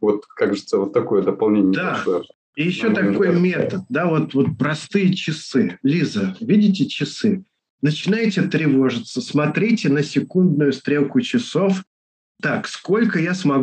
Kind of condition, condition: link, video call